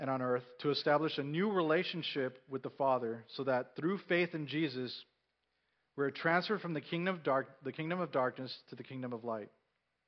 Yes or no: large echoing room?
yes